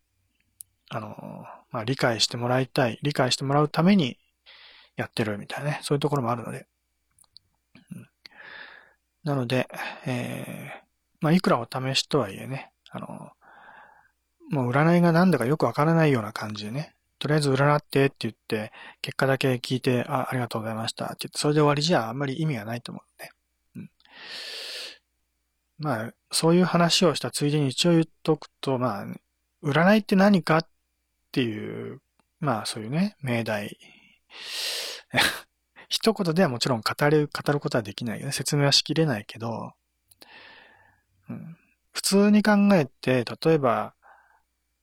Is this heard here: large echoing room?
no